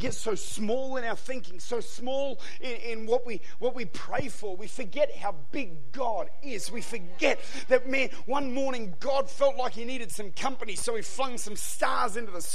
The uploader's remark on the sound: Recorded at Lifepoint Church